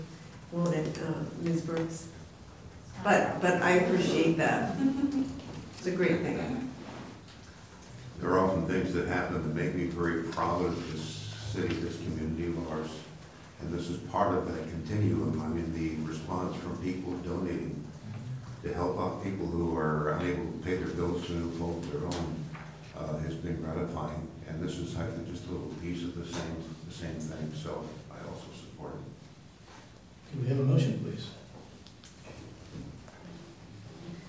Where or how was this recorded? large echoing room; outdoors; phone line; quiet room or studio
large echoing room